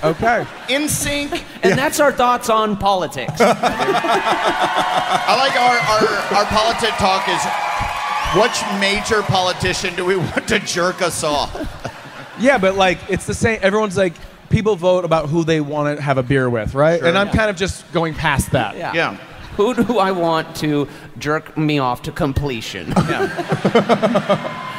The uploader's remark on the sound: Live from Cleveland.